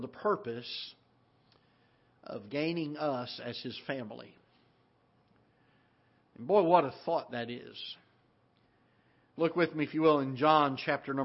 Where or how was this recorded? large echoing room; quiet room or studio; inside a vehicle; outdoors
large echoing room